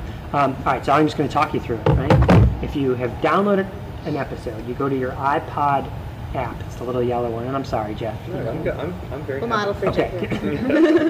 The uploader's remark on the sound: a recording of a discussion at the George Mason University Assistive Technology Share Fair of 2011